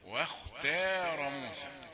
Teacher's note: واختار وليس واختار، واختار تاء رقيقة ممدودة بالألف مفتوحة